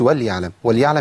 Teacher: ما ينفعش نحرك العين لأن العين هنا إيه ساكنة